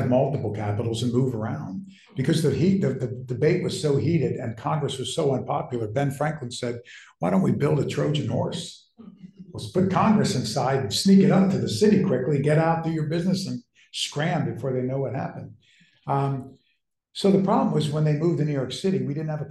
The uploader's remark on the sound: In this lecture recorded September 10, 2023